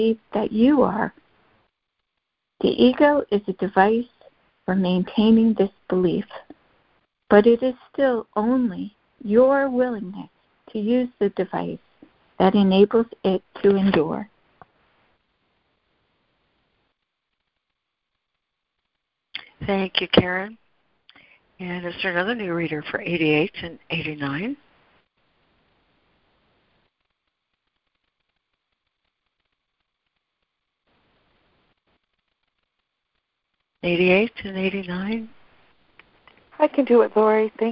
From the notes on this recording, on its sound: ACIM Daily Conference Call